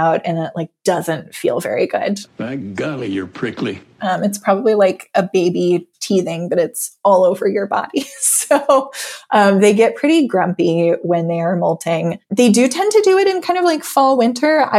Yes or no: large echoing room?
no